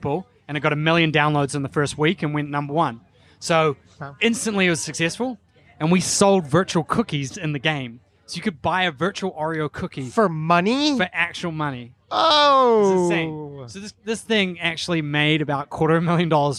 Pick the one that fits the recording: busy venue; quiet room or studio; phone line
busy venue